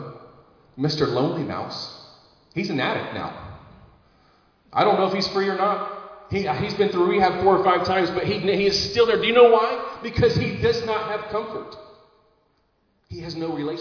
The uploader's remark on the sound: Recorded live in Liberty Church on 14 August 2022